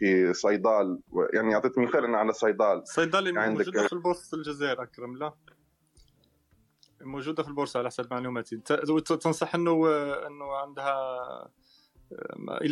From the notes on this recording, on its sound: This was recorded on ClubHouse on the Club Studio-t.fm on the Room Espresso Talk.